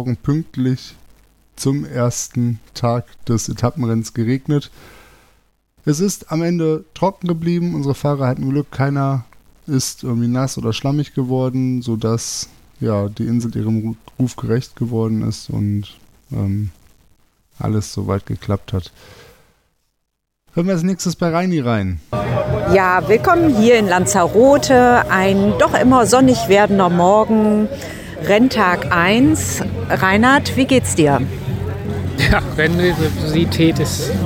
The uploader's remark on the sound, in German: Die erste Etappe des 4-Stage Mountainbike Race Lanzarote, im Club la Santa ist Geschichte. Berichten live aus der Startaufstellung und unter dem Zielbogen.